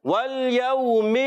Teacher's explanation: واو ساکن سے پہلے زبر آ جائے واو لین ہوتا ہے. واو لین کو بغیر کھینچے نرمی سے پڑھتے ہیں. ٹھیک ہے، تو نرمی سے ادا کریں گے، لام کو ہلائیں گے نہیں.